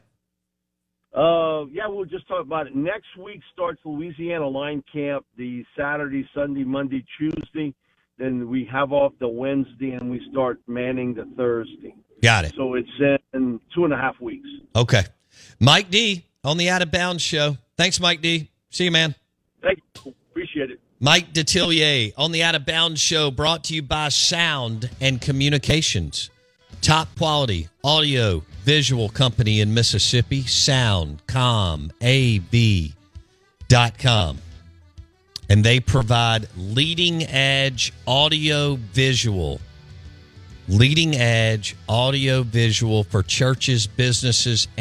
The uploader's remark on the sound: joins the show live on the Farm Bureau guest line